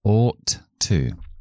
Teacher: O, sonido largo, la O larga, como la C al revés en fonética con dos puntitos, ought to. Como ought termina en T y to empieza por T, pues solo voy a pronunciar uno de los dos, si no sería demasiado difícil.